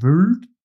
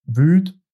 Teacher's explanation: wo das L ganz fehlt und stattdessen hier das dialektale Ü steht, im Gegensatz zur Standardaussprache mit I · Shown in: second take